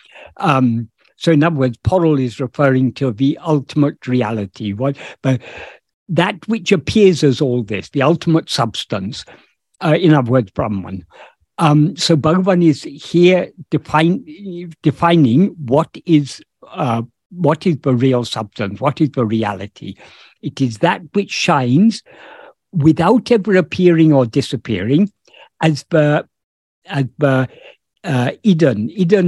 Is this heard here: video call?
yes